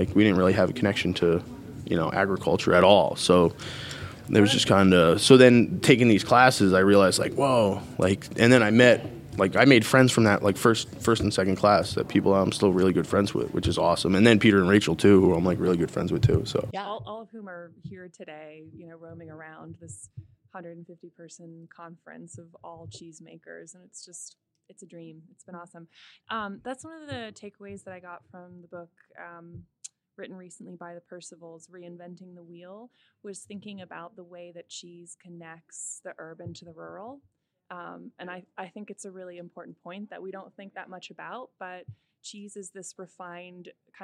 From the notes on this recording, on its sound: caught up with him at the Cheesemakers’ Resource Conference in Lancaster County